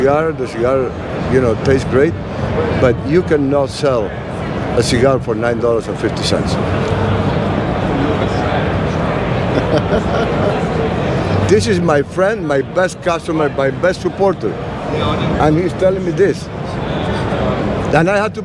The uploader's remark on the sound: recorded at this year's PCA